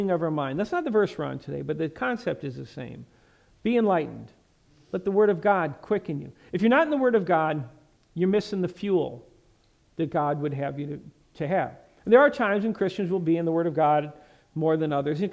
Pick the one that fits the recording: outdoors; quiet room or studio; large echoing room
large echoing room